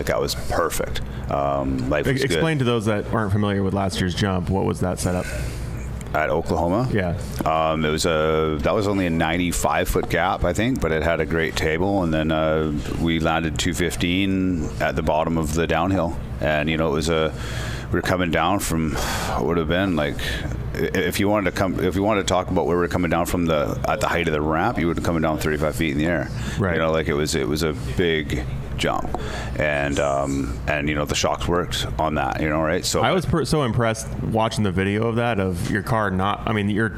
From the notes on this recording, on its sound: We are live in the Offroad Syndicate trailer at UTV Takeover Coos Bay, OR. We are live in the Offroad Syndicate trailer at UTV Takeover Coos Bay, OR.